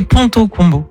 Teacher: Parce que le PLB, c'est bilabial, donc c'est-à-dire que t'as les lèvres qui se touchent. Le T, c'est dentaire, et le C, ça vient du fond de la gorge.